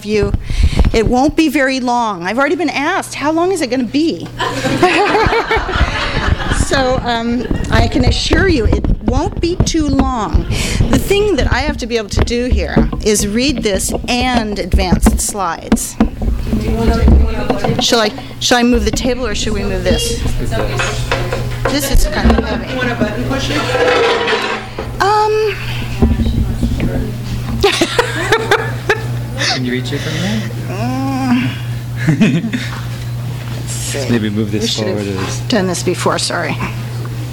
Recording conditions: live audience